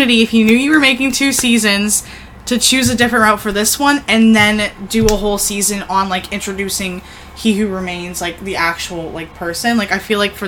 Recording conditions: background noise